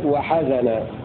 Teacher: وقرأ الباقون بفتح الحاء والزاي